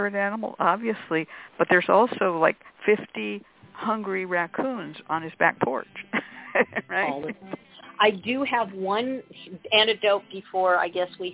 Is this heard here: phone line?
yes